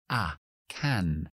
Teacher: Si lo digo lento, tengo que abrir la boca y adelantar la lengua para coger ese monoptongo a